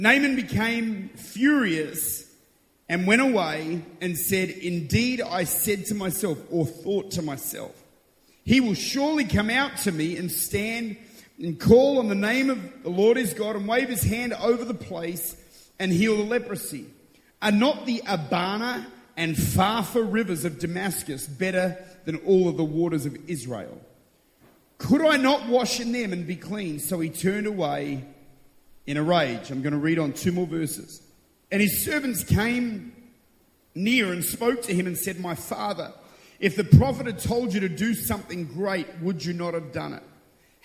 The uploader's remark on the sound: Recorded at Extreme Conference in Mackay, QLD, Australia in September 2014.